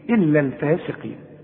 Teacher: والقاف في آخر درجات التفخيم، لأن في ناس يجي تقول لك الفاسقين قين، لا قين، إلا الفاسقين.